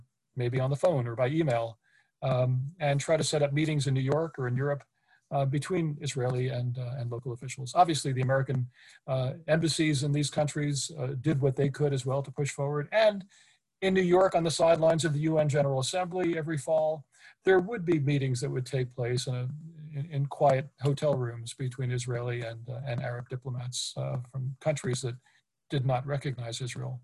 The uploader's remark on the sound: This public talk was conducted online via Zoom on 2 October (Friday), from 9.00am to 10.30am (SGT).